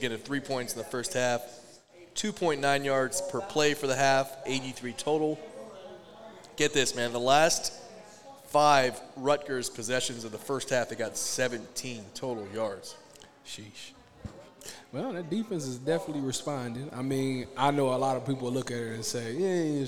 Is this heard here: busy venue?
yes